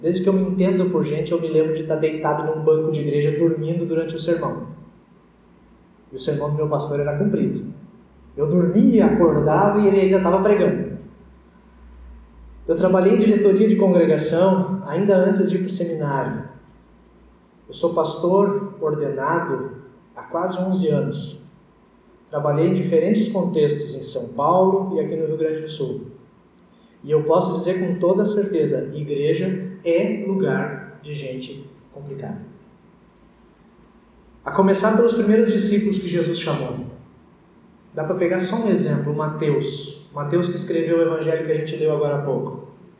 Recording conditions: large echoing room